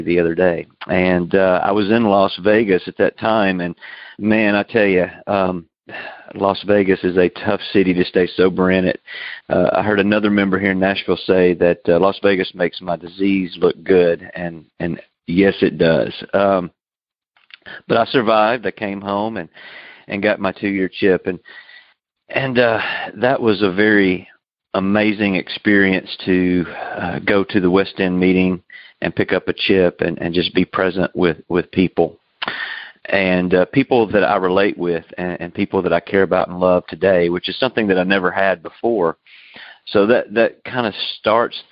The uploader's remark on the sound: Noon Phone Speaker Meeting